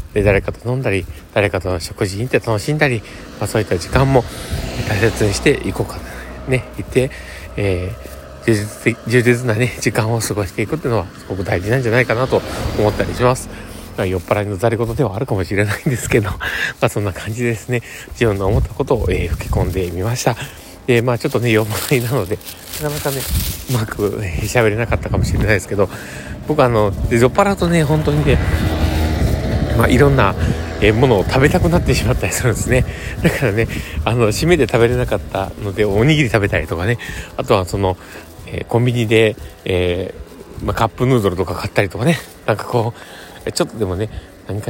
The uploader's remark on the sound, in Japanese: 酔っぱらい配信。歩きながらw。From Radiotalk。